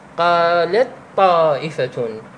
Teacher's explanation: إذا ردت تقرأها، تدغم التاء مع الطاء، قالت، تقول هكذا: قالت طائفة، التاء تضغمها مع الطاء ولا تلفظها.